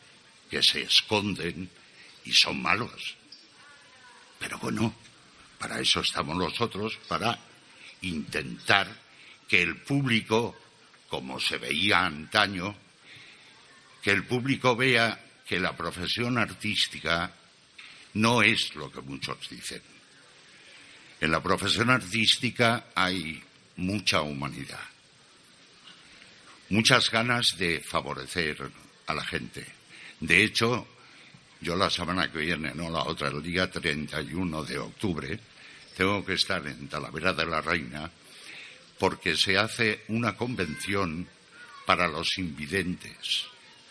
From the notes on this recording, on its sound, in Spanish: Grabado en directo desde la convención anual, y con una muestra de la misma: lecturas, poemas, canciones, clase de élfico. Los audios grabados en directo necesitan mucha más edición de lo normal.